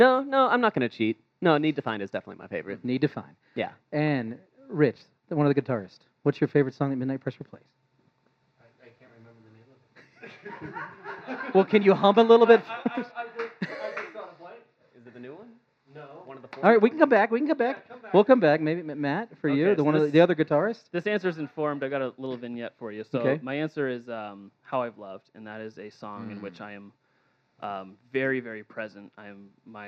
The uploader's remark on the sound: Live From The Denver Press Club. This radio program/podcast includes a 30-minute meet-and-greet session, then a one-hour recording of the show.